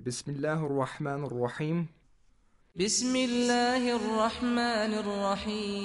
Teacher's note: the first lam of Allah, is silent. And only the second lam, which also has a tashdeed, is pronounced.